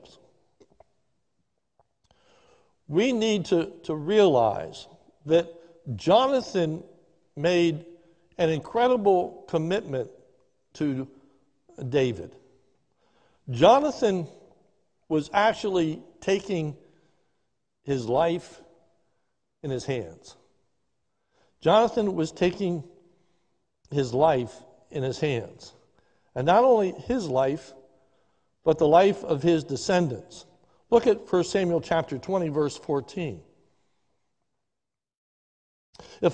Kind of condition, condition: setting, large echoing room